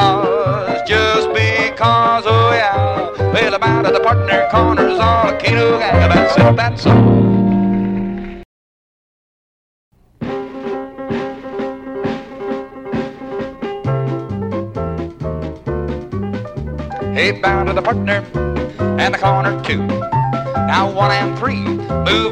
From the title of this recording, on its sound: A Vintage MWSD Live Dance Recording